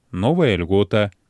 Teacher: Калі папярэдняе слова канчаецца на галосны, прыстаўны гук перад групаю зычных, першы з якіх л або р, як правіла, знікае.